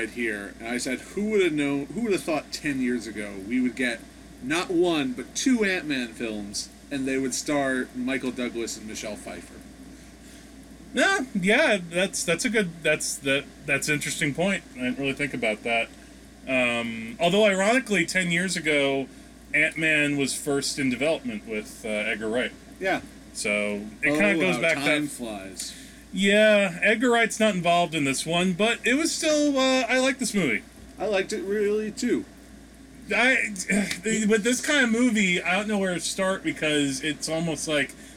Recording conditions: background noise